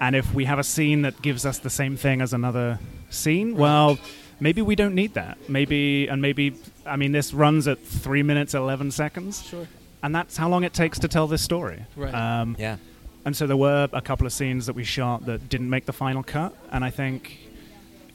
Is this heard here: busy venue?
yes